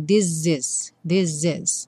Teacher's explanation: O primeiro S ganha um som de Z